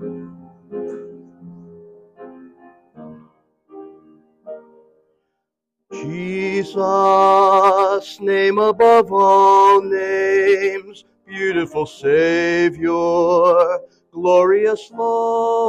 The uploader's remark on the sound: This message was originally delivered at Memory Chapel on Sunday April 23, 2023.